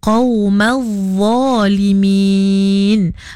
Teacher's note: Okey, kerana pada makhraj huruf za tu nya sama makhraj macam kita nak nyebut huruf zal dan tha, kena keluarkan sedikit lidah. Tapi za tu kita kena tebalkan bunyinya lah